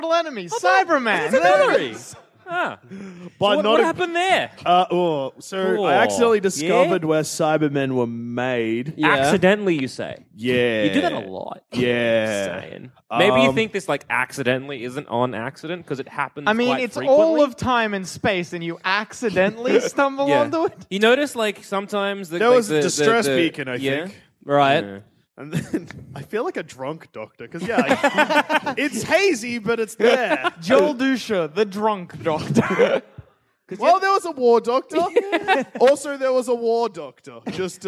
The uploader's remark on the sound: Recorded Live at Cardiff!